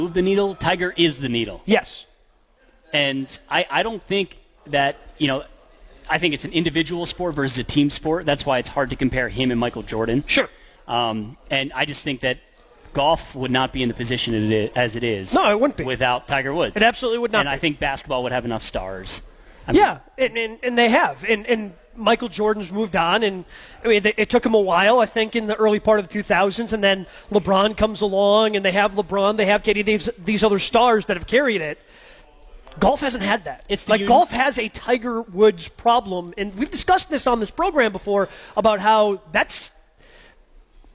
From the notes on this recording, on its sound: Masters preview live from Fairways of Woodside.